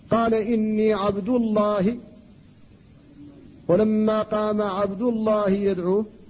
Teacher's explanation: فاسم الجلالة جاء بعد ضم ففخمت اللام فيه · Term: التفخيم